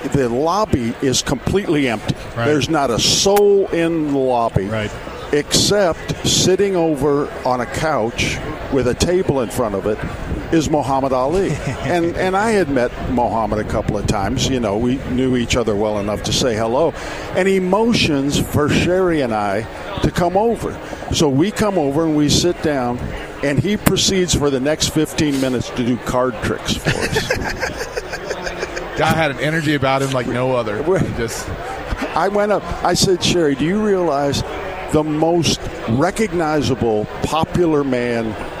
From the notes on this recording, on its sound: Live from Churchill Downs.